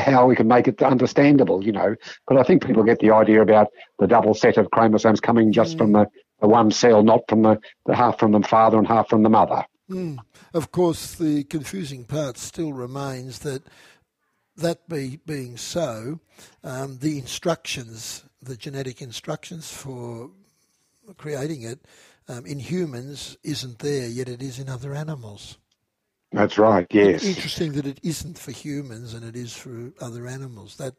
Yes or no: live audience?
no